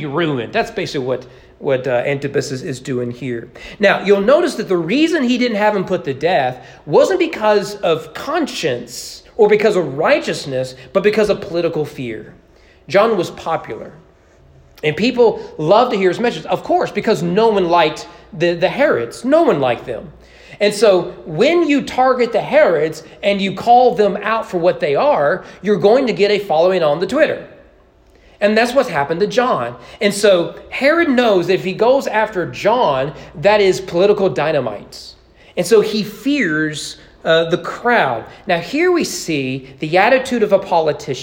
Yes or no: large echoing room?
yes